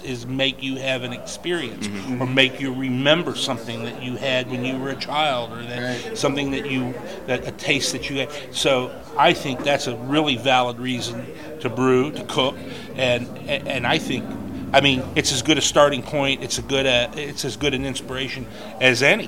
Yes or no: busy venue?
yes